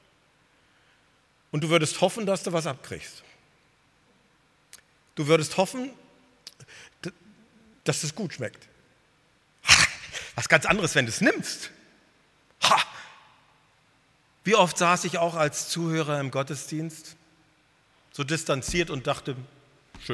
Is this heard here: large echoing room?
yes